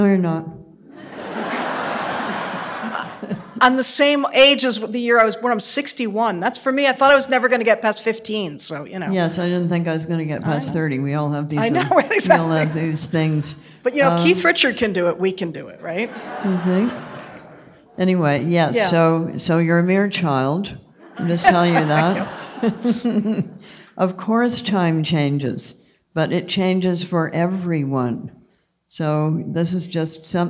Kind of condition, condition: setting, live audience